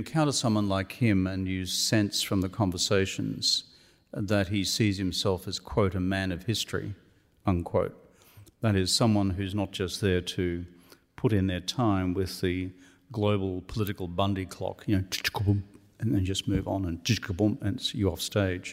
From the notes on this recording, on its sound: This episode is a live recording of his Melbourne book launch. This event was co-hosted by the Asia Society, the Wheeler Centre and RMIT Live.